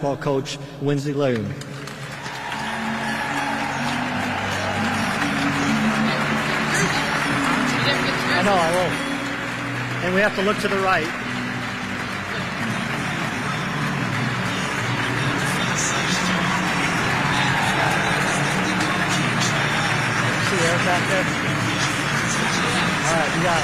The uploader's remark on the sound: The live press cinference from Williams Arena.